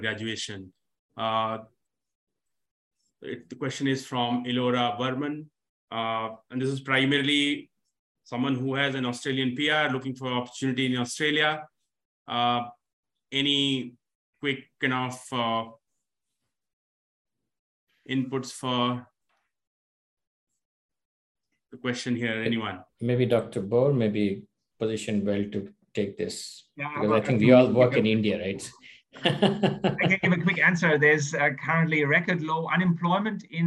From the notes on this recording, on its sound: This webinar was recorded on Thursday 4th August 2022.